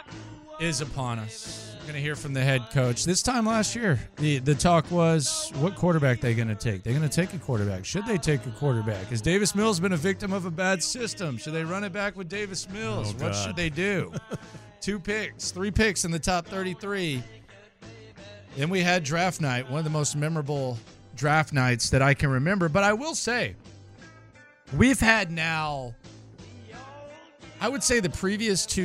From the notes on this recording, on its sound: LIVE from the NFL Combine